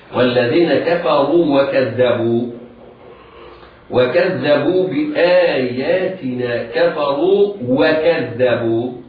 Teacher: الراء في كلمة كفروا راء مضمومة، حكمها التفخيم